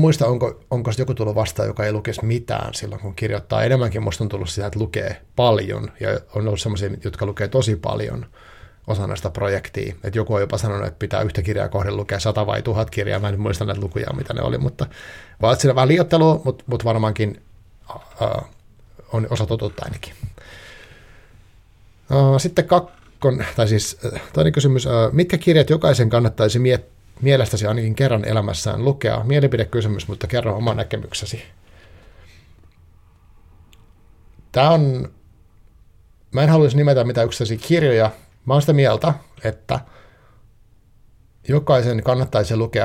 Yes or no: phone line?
no